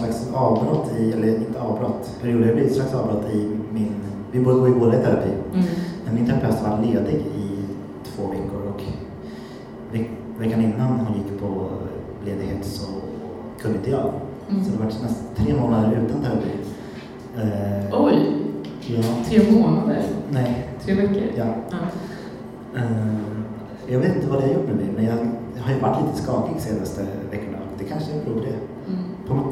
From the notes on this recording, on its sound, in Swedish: Och så plötsligt satt vi och poddade inför en liten men fin publik. Lite sämre ljud, lite vildare och kanske lite punkigare.